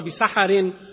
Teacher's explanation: الراء مكسورة، فيجوز إمالة الفتحة التي على الحاء بسحر